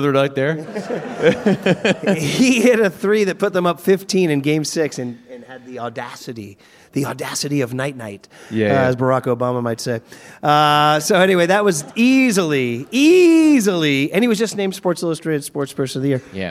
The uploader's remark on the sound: Live from Liberty Hall Theatre